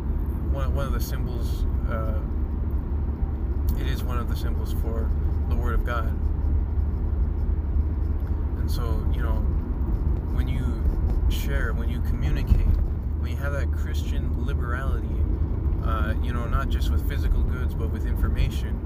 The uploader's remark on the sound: recordings I did while on the road (please excuse the noise)